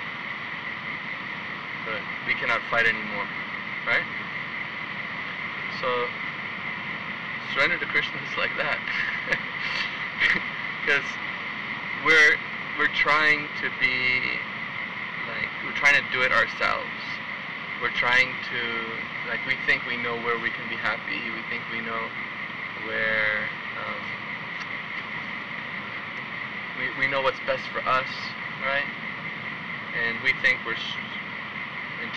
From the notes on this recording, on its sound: recorded on a beautiful night on the Beach in Tugun Australia